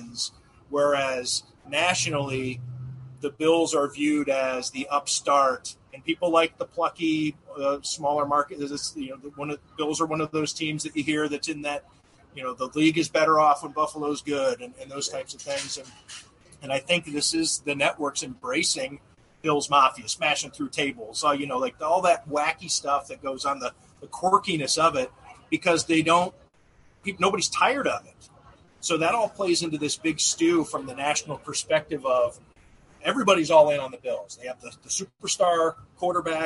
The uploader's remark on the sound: Live from Genesee Brewery. Live from majestic Genesee Brewery in downtown Rochester -- following Day 2 of Bills training camp.